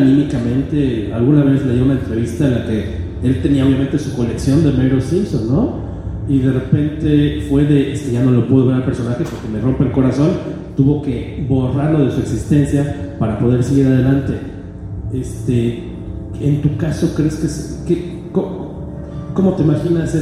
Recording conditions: large echoing room